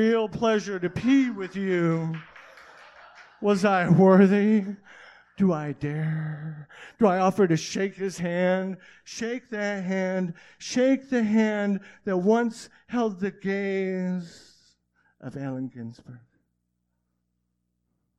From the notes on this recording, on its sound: An Open-Mic from November of 2000. From the Detroit Poetry Slam in Hamtramck Michigan.